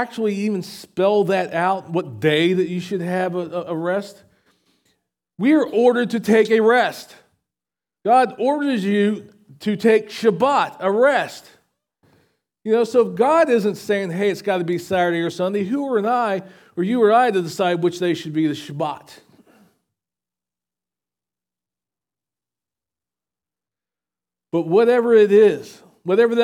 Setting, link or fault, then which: setting, large echoing room